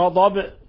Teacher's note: كيف قلقلنا الباء، لأنها سكنت وقفنا عليها بالسكون، هي حالة الوقف، هذا كلامنا حالة الوقف.